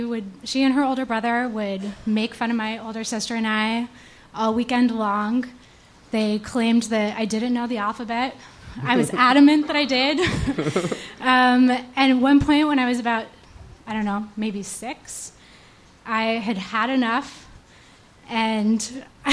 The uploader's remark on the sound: Ask Roulette is a conversation series in which strangers ask each other questions on stage. From our January regular show at Housing Works Bookstore.